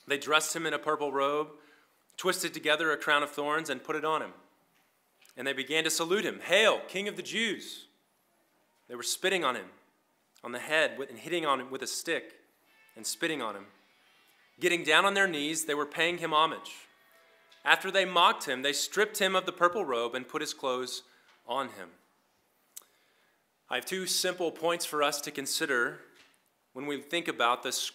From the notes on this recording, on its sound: This was an edited recording of LBC's Good Friday service.